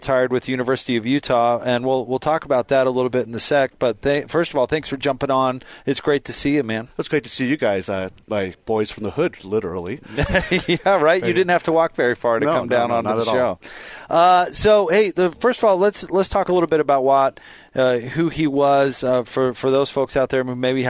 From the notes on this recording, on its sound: LIVE at The Warehouse